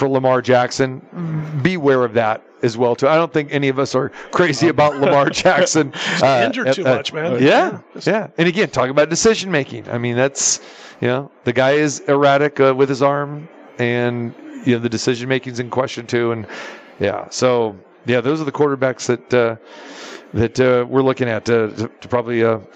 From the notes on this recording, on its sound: Live from the Superbook at the Westgate Las Vegas.